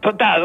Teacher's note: No pronunciamos la S que viene antes de una oclusiva, de una consonante oclusiva